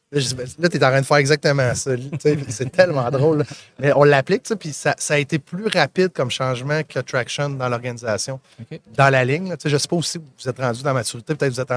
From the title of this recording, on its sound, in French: en direct de Stratégies PME